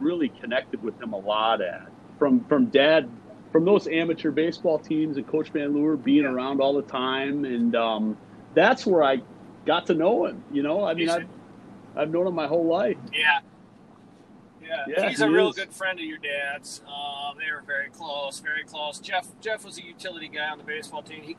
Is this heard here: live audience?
no